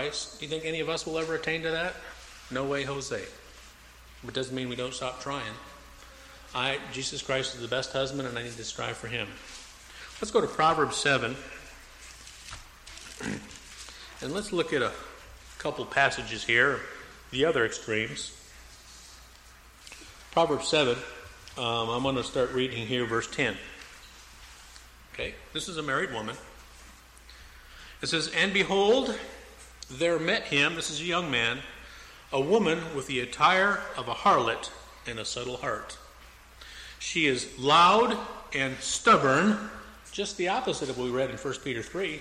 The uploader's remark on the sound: Preached at Mt Olive PBC in Jan 4, 2004